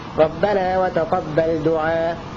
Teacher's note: القصر بمقدار حركتين بدون همز